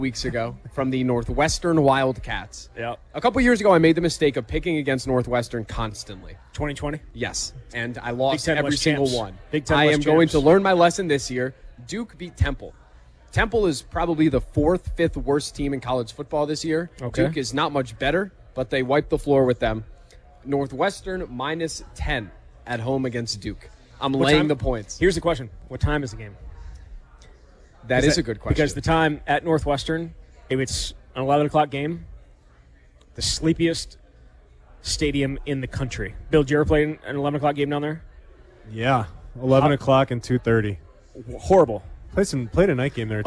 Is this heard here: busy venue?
yes